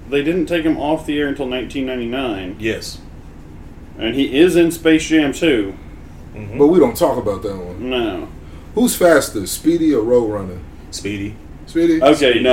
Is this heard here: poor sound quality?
yes